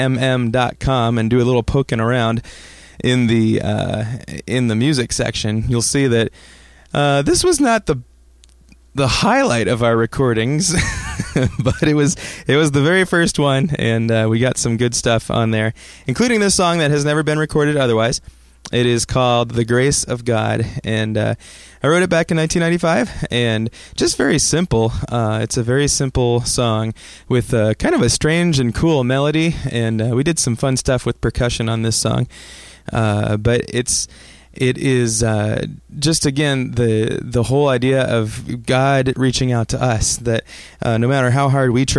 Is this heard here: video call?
no